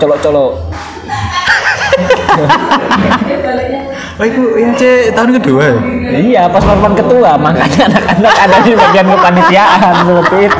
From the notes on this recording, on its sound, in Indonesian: kami rekaman di dalam cafe Jendela (Tembalang)